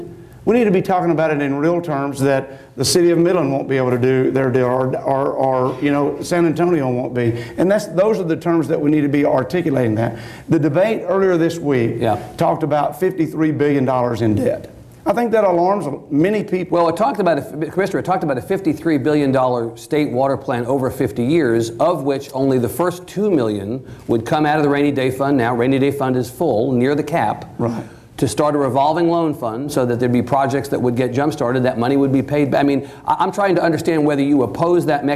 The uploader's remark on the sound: This event was recorded before a live audience in Austin. Our TribLive events feature discussion with our honored guests followed by questions from the audience.